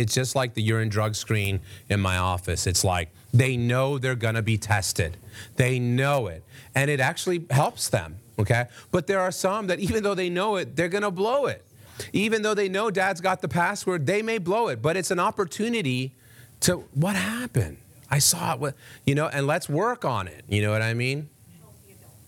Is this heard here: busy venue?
yes